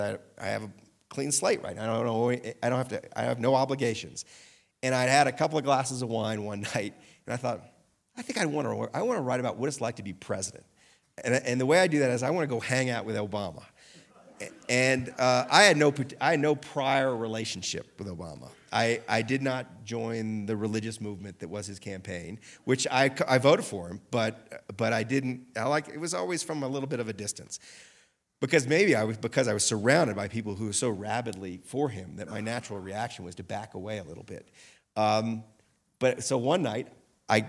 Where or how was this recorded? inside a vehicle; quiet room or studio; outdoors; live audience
live audience